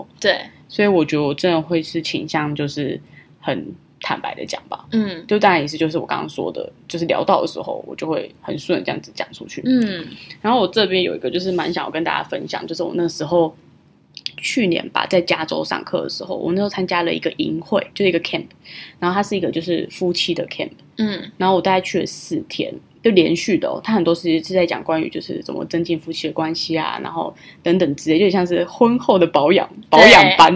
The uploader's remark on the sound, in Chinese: 這集錄製過程聲音沒有處理得很好，請見諒